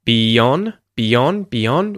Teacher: In the case of be, beyond, beyond, beyond, we use a little y sound to link those two vowel sounds, beyond, beyond.